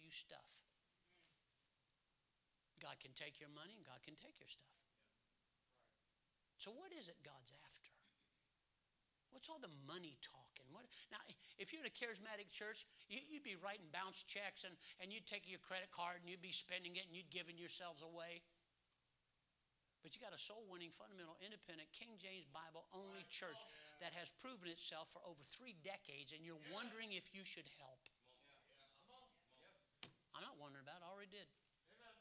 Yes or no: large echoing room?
yes